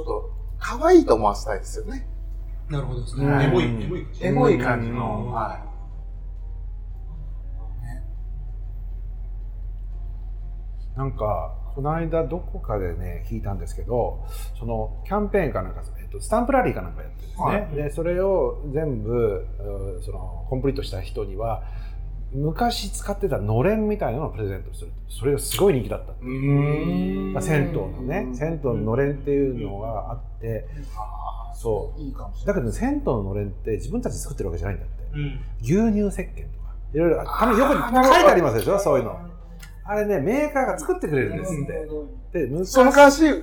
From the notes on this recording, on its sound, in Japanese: 今回は曙橋の 【神戸ごはん 田中屋】 収録Part.